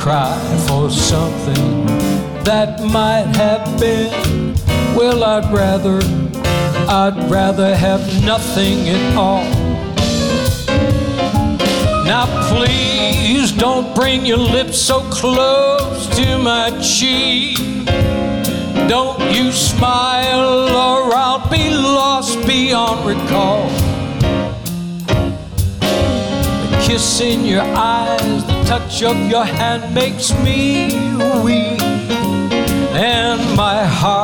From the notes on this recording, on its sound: Live at the SouthPoint Casino.